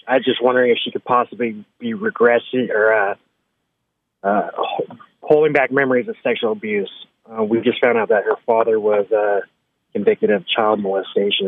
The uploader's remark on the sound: Jumps in studio without a guest and takes listener phone calls.